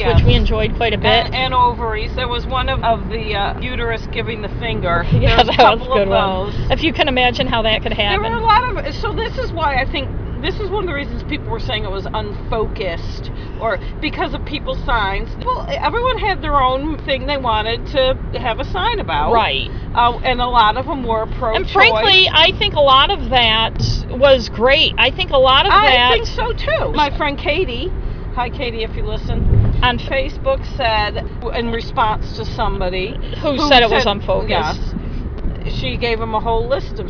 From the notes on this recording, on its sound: A special road trip episode as we talk in the car ride home from Washington DC.